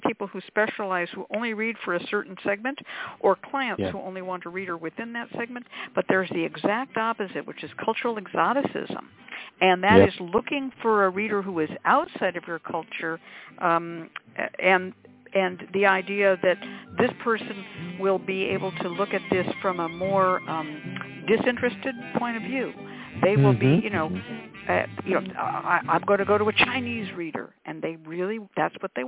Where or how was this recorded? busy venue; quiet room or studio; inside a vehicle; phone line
phone line